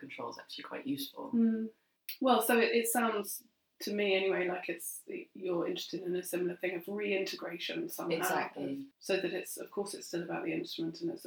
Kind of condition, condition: fault, poor sound quality